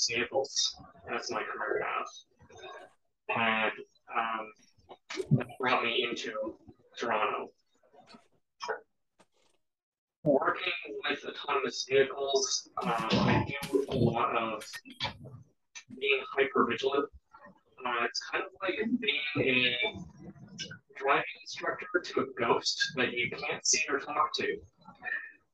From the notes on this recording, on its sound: we were having audio issues during this recording